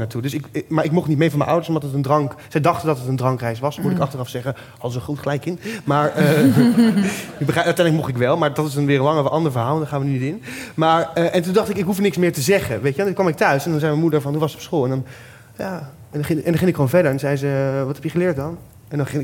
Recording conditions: live audience